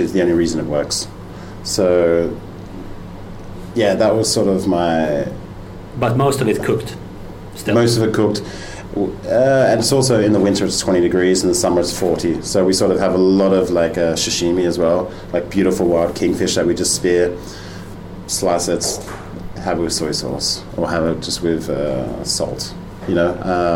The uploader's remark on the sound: at his restaurant in the center of Copenhagen